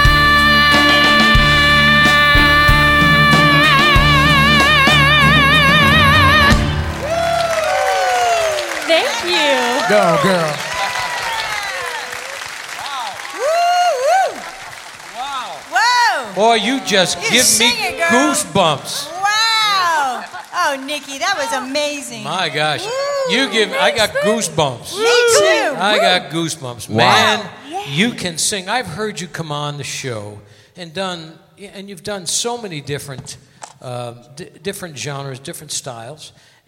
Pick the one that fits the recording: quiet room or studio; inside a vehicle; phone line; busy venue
busy venue